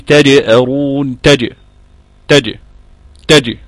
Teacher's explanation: الجيم شديدة شديدة، يعني ما فيش فيها الكلام، هي بس ضربة وردة فعل على طول، ضربة وردة فعل، يعني كلام يتقال فيها ازاي.